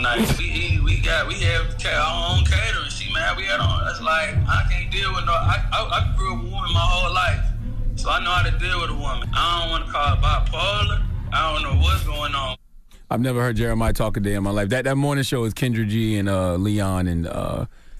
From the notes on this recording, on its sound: we opened up the phone lines to see what our listeners thought